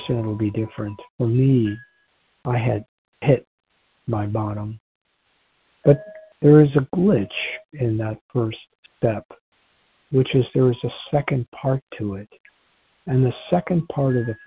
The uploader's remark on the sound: from the 100 Pounders Phone Meeting, 9/28/23